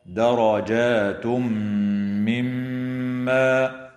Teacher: وإدغام بغنة للتنوين في الميم